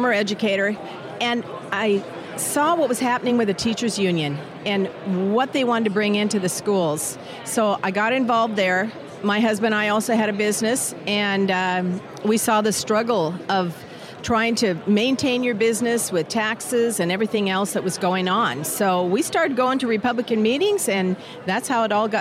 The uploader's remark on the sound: while on media row at CPAC in Washington D